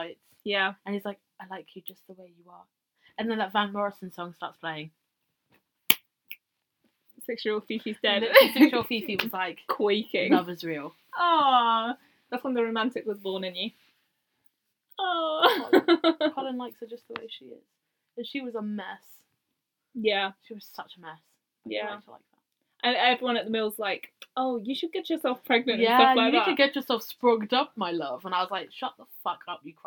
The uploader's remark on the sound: This is mainly a tester podcast. Try and ignore the quality of the podcast, the wrong microphone was used.